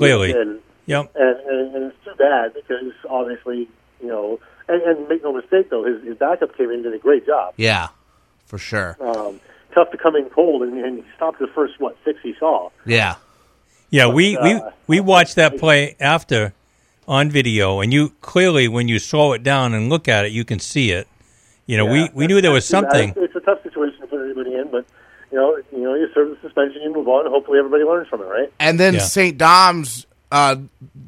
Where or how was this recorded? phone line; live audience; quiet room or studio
phone line